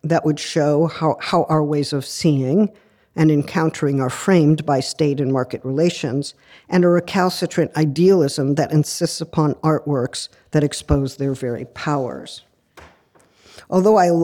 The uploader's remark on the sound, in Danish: Forelæsningen blev optaget på Københavns Universitet den 4.